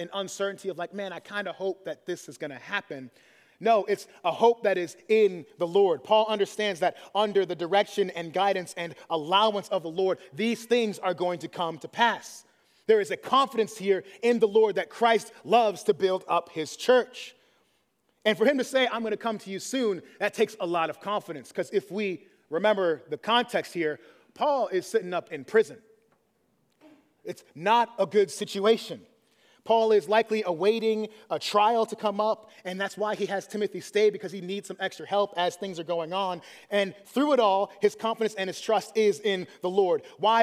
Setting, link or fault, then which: setting, large echoing room